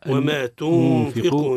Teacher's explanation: نون عند الفاء الإخفاء. الإخفاء مع الغنة